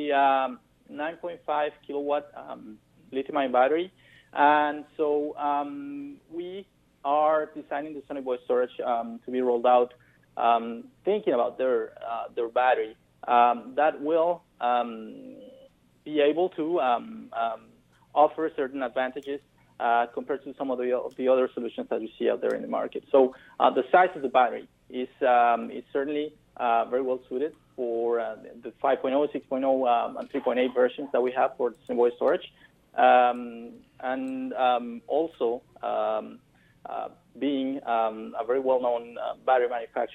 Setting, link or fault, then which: link, phone line